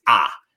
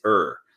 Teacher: And really all you have to do is really pronounce a lot of the actual syllables themselves and the, especially the R's, the R. So in Australia, we end up with like ER is ah, whereas ER here is R.